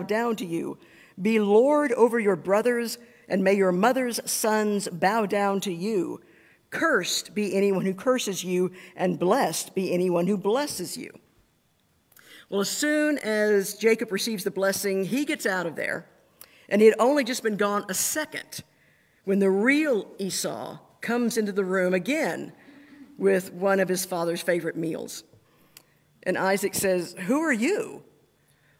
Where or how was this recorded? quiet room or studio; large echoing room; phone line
large echoing room